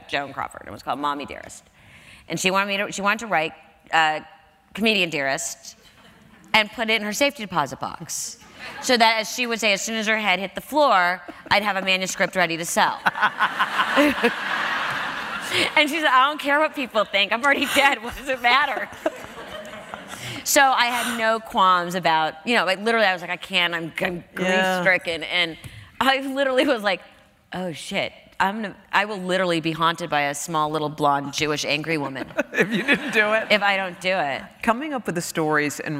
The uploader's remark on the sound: Recorded on May 12, 2015 at New York's 92nd Street Y.